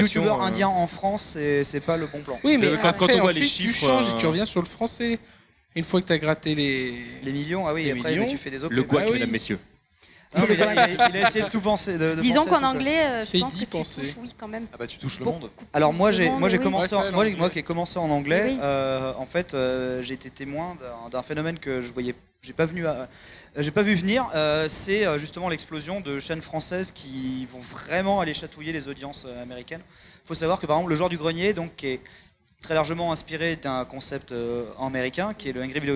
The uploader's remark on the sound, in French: Enregistrement en public de la conférence sur les Youtubers pendant Play Paris By Pax le 21 avril 2018.